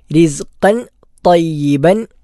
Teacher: വായ നിറച്ചുച്ചരിക്കേണ്ട അക്ഷരമാണ്. ചില ആളുകൾ തായിന് വാവ് ചേർത്ത് ത്വ എന്ന് ഉച്ചരിക്കാറുണ്ട്. അങ്ങനെ ഉച്ചരിക്കുമ്പോൾ ആ ഉച്ചാരണം തെറ്റാകും. ത എന്നത് ഒറ്റ ഒരു അക്ഷരമാണ്.